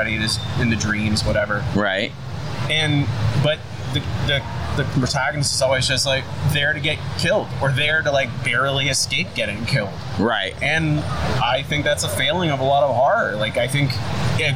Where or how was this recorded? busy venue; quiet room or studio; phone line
busy venue